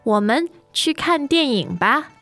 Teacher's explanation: the ba, of course, is tone neutral